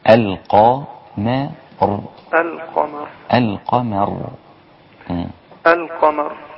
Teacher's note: القمر الميم بين مفخمين، فلا بد أن أخلصها بترقيقها من المفخمين